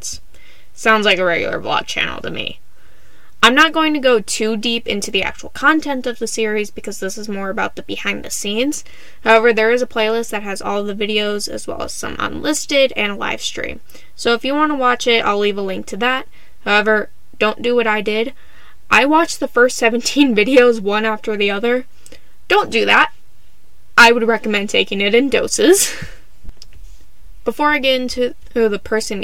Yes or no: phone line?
no